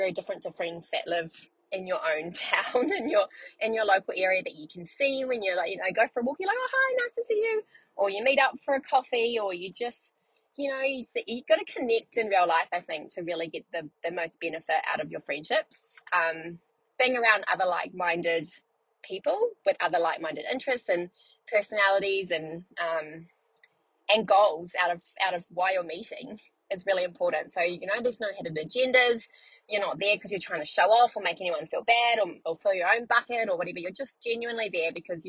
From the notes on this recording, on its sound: On the way to Carindale to pick my son up from the movies. I should record a podcast for busy mums whilst I am also in the car being a busy mum.